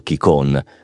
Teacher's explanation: nel dialetto locale la N finale non si pronuncia e si nasalizza la O, un po' alla francese